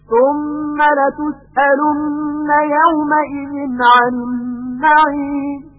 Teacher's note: حالا همین آیه را تندتر میخونیم، ببینید که مقدار غنه ها در ثم و در لتسألن و در النعیم در اثر سرعت قرائت کمتر میشه